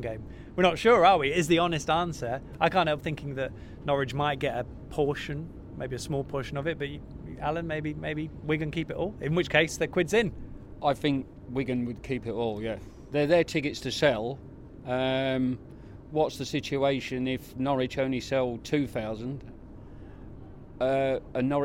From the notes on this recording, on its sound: LIVE from The Railway Tavern in Dereham. All Canaries supporters are welcome every week to pop along to the pub and have their say live on the show.